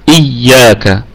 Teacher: نراعي ايضا الارتكاز على الياء المشددة